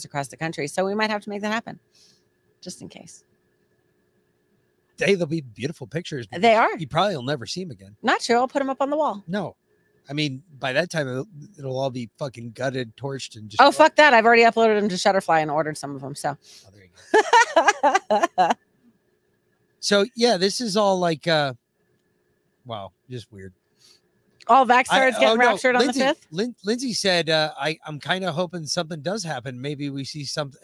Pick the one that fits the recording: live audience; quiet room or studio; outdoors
outdoors